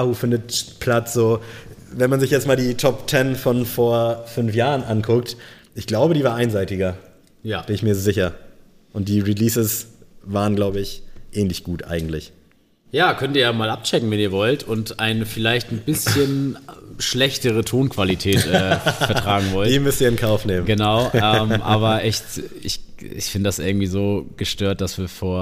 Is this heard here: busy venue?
yes